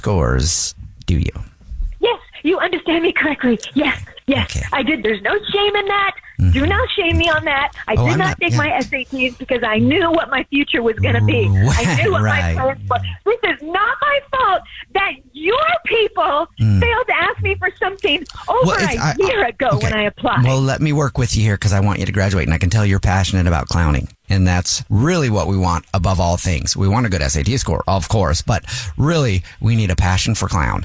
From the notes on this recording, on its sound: A man on the phone